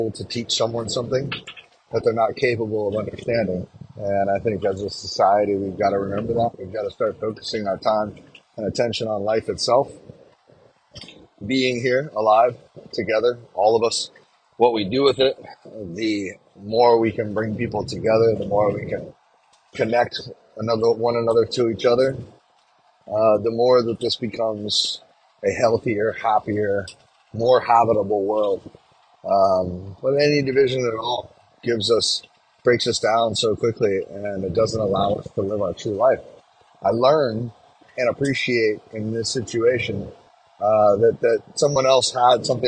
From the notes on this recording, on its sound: Our 13th episode was recorded while on a road trip, creating a different quality than our normal.